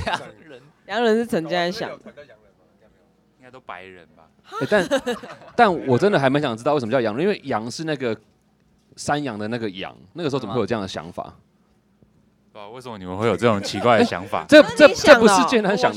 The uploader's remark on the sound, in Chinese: 黑熊部落音樂祭》的 live podcast 紀錄，特別收錄了大自然的風聲和雨聲。在一片窸窸窣窣的風雨聲中克難訪問。